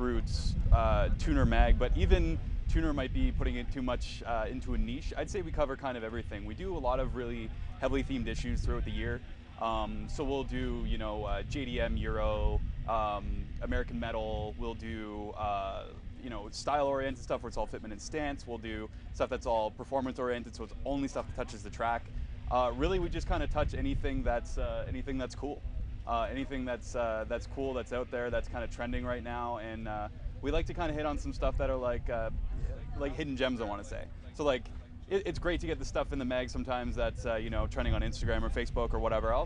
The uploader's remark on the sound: While at Fitted. A quick apology for the wind noise and fluctuating volume levels of this episode. I was working with a brand new rig, made a rookie mistake and didnt have proper wind covers for my lav mics.